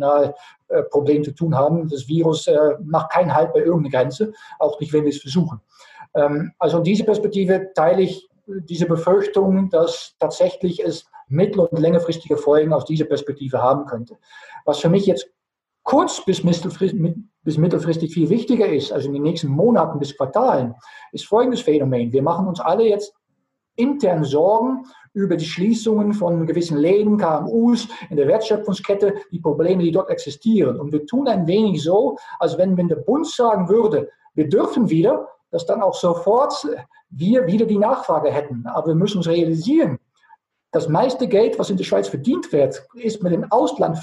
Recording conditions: video call